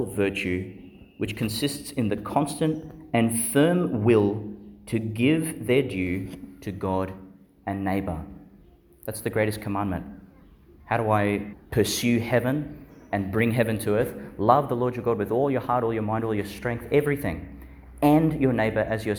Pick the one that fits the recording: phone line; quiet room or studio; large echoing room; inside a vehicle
large echoing room